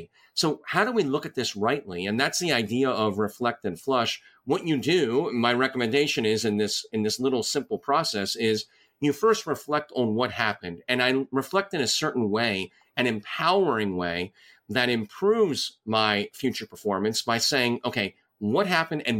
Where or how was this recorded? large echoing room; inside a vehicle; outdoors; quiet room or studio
quiet room or studio